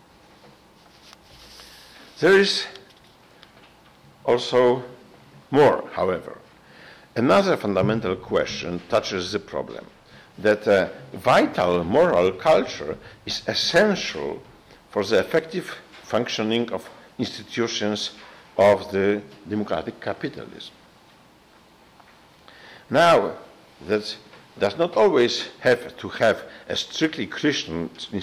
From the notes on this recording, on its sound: gave a talk to Christendom students and faculty